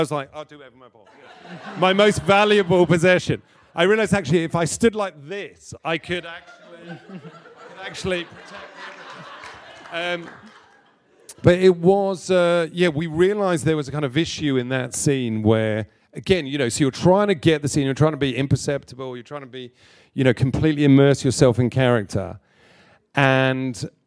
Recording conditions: live audience